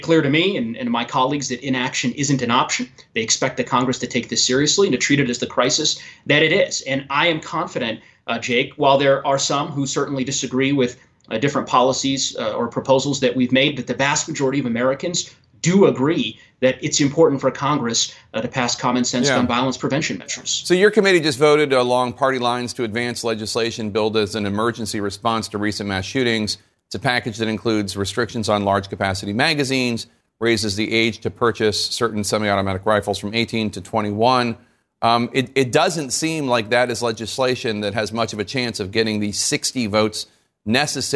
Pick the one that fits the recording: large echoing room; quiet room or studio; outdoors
quiet room or studio